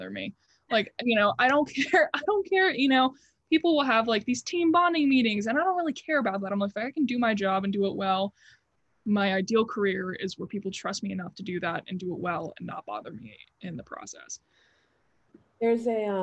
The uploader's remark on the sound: Due to Covid-19, this episode was pre-recorded over zoom.